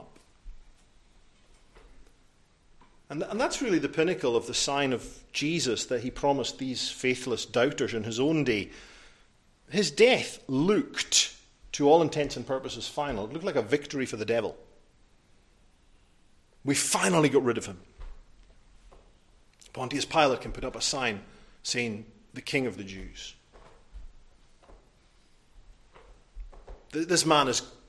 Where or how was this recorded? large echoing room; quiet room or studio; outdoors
large echoing room